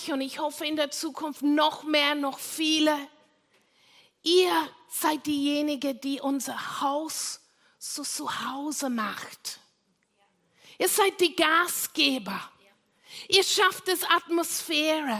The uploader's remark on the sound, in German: Gottesdienst live aus der LIFE Church Wien.